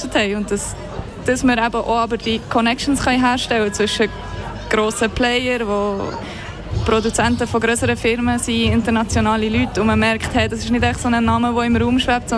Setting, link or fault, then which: setting, busy venue